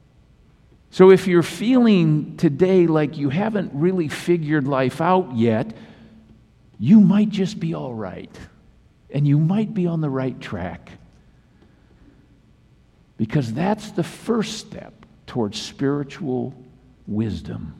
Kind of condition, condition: setting, large echoing room